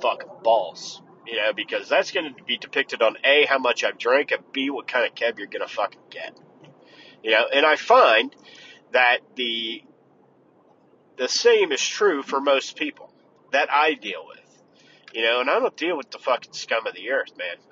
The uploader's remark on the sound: In the Car